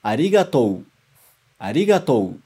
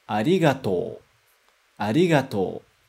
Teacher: Aí fica muito forçado na língua japonesa falar desse jeito, tá? Então o mais natural é a gente prolongar só o O. · Shown in: second take